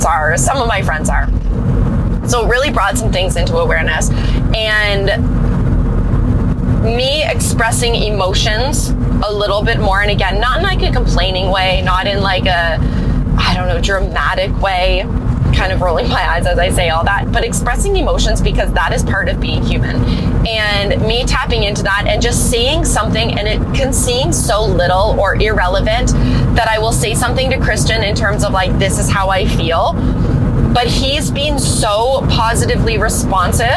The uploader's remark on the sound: My first 'car chat' episode